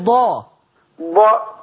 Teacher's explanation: إيتي بها بجانب الحافة بجانب اللسان · Term: الضاد